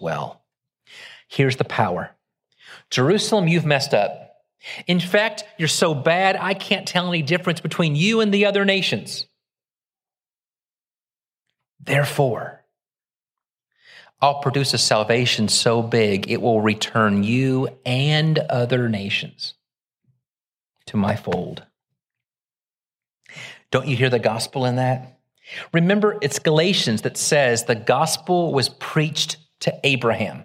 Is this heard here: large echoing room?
yes